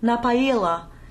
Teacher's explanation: the E, which looks like a U, doesn't get a J glide, even though it's a soft vowel, so we just get ай back to back